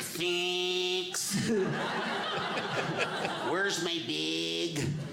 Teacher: It's very nasally. Everything I say sounds like a game show buzzer, right? Like, thanks. · Term: Wisconsin accent